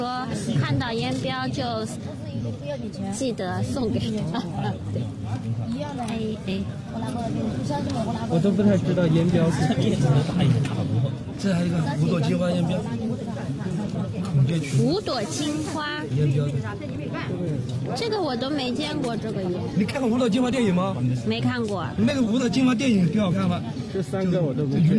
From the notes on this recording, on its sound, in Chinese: 与我们远程连线，带我们在上海迷人的街道与社区中完成了一场漫长的即兴行走和聊天。本期节目是我们第一次尝试室外录制，音效不是很理想。